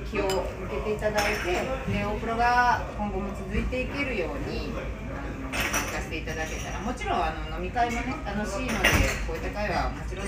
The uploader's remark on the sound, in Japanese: 皇居ラン＆550回記念パーティー＠神田。ライブ感あふれる音声をお楽しみください！！